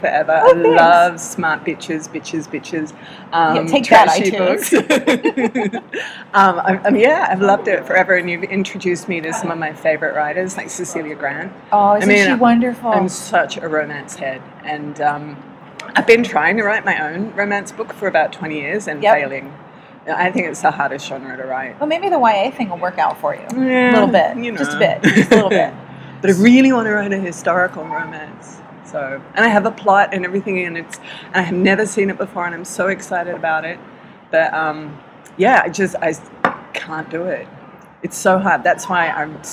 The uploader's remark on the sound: Interviews from the Brisbane Writers’ Festival Green Room